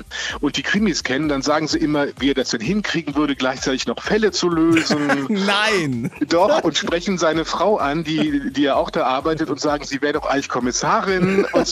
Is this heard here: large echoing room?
no